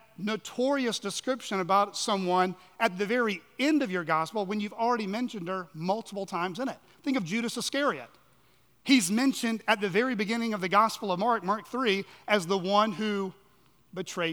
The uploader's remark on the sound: at Chaffee Crossing Baptist Church in Barling, AR.